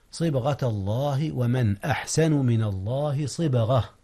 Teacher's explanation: إظهار يا أستاذنا، حيث أظهرت النون قبل الهمزة وهي من أحرف الحلق